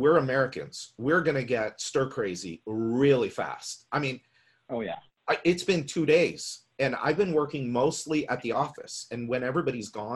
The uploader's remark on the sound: We’re sharing the audio from a webinar with you. We’re sharing the audio from a webinar with you.